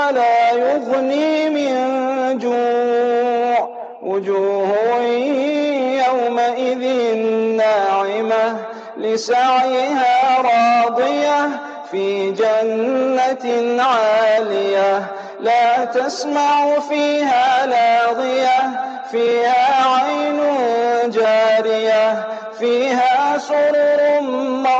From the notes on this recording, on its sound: Jumah Lecture at Masjid Abdullah Bin Salaam (21 Fairway Kelvin).